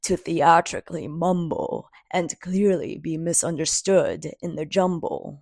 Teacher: It's not sort of going on its own journey. It's sort of following this very flat, same tone all the way through.